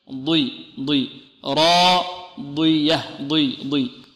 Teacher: راضية ضي وهي حرف إطباق، نقول راضية ضي ضي، نعم. وإن كانت مكسورة فهي في أقل مراتب التفخيم